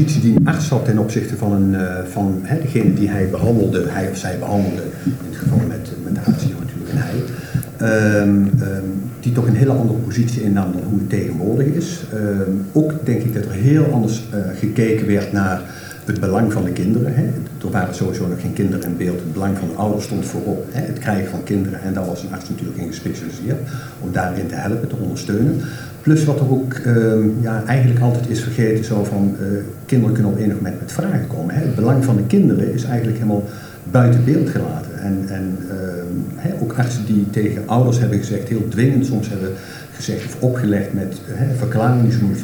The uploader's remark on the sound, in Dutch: De opname van de live-podcast. Tijdens de boekpresentatie. In het begin van het interview met hem niet helemaal goed werkt, later trekt dit gelukkig bij.